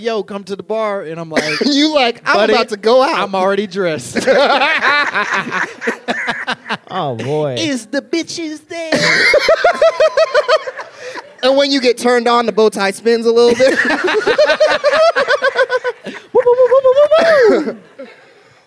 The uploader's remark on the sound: Live from Chicago!